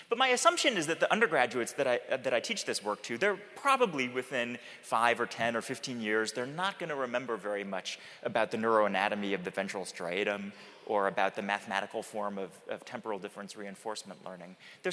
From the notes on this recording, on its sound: TED-style talks with two prominent faculty members for an audience of reunioning alumni